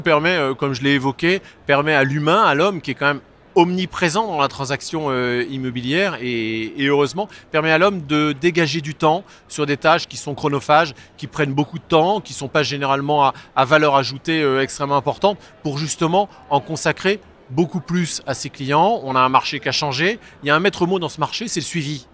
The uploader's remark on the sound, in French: Cet épisode a été enregistré en live du salont RENT.